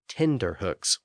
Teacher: American English tends to convert a T sound in the middle of a word into a D sound